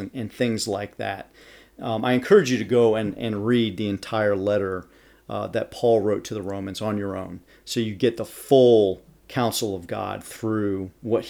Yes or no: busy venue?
no